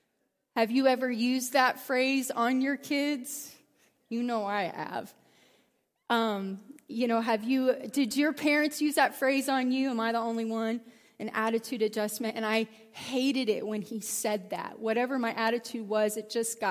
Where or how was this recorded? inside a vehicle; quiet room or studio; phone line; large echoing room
large echoing room